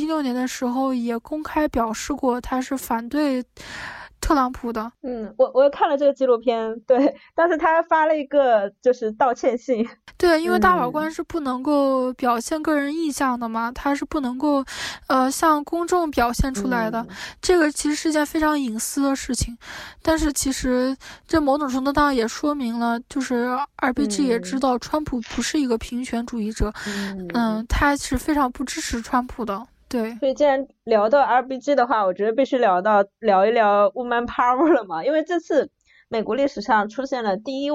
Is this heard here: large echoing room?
no